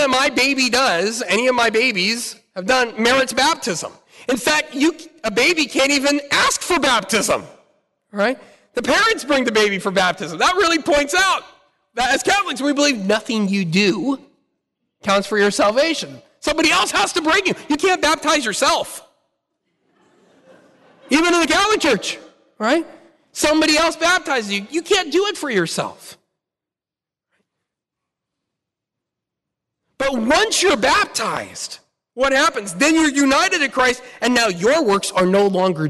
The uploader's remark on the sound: Talk Five presented at the Fullness of Truth Conference